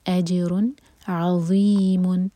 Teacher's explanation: عنده اجر، جن پر قلقلہ اور را پر ضمہ کی تنوین اس طرح ہے کہ ہمیں اظہار کرنا ہے، تنوین کے بعد حروف حلقی آ رہا ہے عین. اجر عظیم، عین لائٹ لیٹر ہے، اس کو آ نہیں پڑھنا، مبھر کر نہیں.